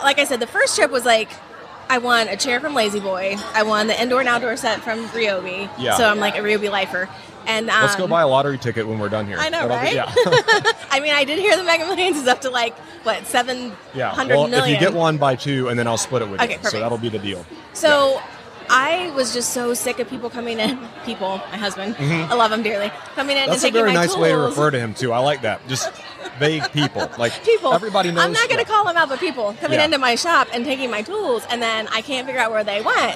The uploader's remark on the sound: LIVE from HAVEN 2022